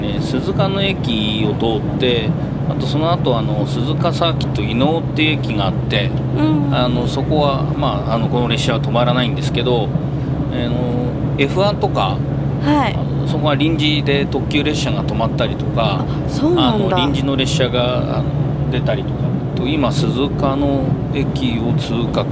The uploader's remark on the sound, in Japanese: 実車収録 HC85系で紀伊長島まで行って来ました！